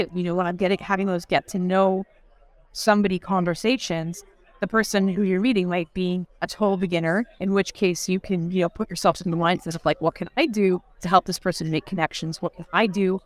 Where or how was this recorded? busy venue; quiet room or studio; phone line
busy venue